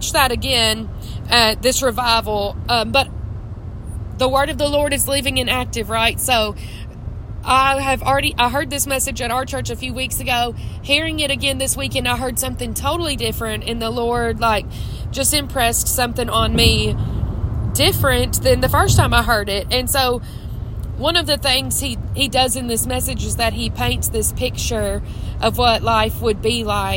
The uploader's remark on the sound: I’m on the road home from church in Mississippi. Recording from my car.